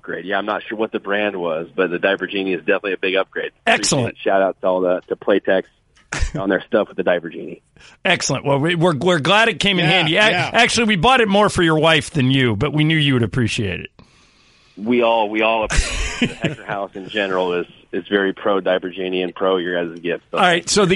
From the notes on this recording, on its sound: called